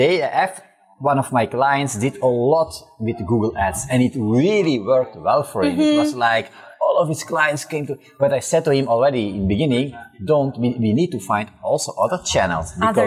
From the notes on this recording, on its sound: This episode was recorded in Media Village at Web Summit on November 3, 2022.